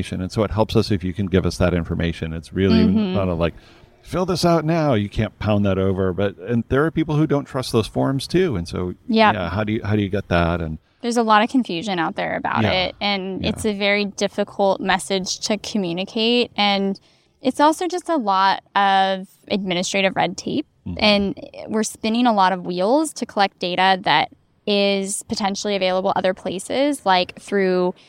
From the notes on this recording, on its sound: Recorded this episode at the California School Nutrition Conference in Palm Springs. Our initial plan was to be very southern California and record it poolside, but the background music was a bit much, so we just found a quiet spot outside the convention center and had a great talk.